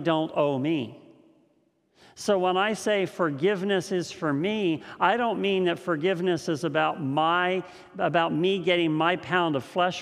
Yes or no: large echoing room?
yes